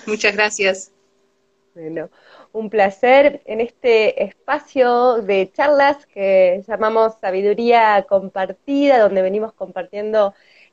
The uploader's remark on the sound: Instagram live